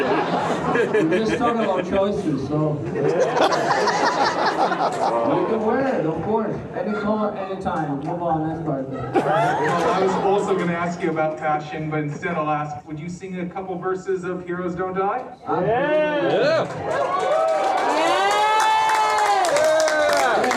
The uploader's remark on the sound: included at the end of the episode is the Q&A from the screening